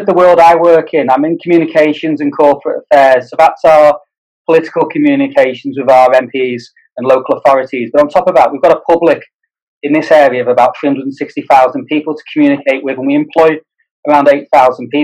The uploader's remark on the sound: This podcast was recorded via Zoom.